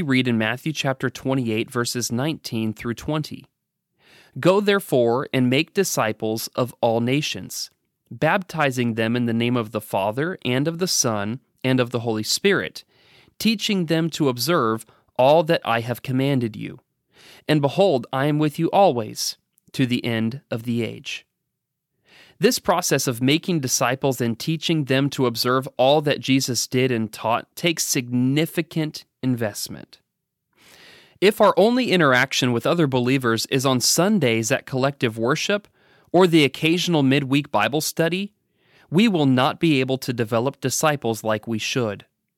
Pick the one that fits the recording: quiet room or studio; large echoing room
quiet room or studio